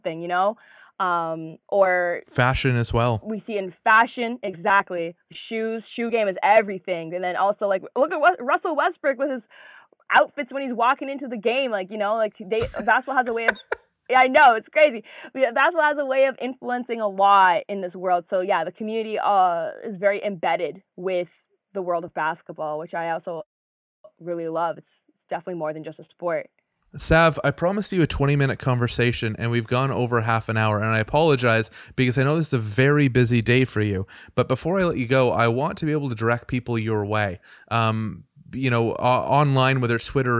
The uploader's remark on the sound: On The Phone